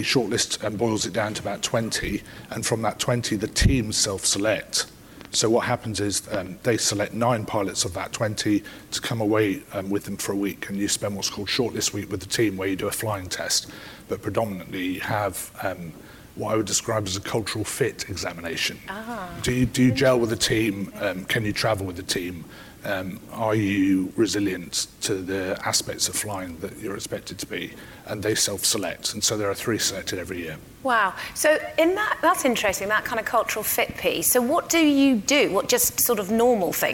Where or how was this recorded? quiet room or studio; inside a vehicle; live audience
live audience